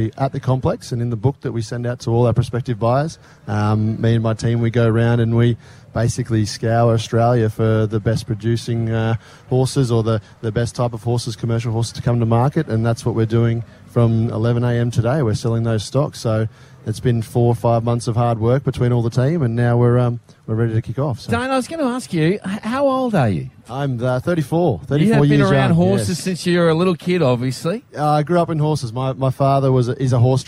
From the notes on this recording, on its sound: Were live from Surfers Paradise Beach this morning for the Magic Millions Barrier Draw.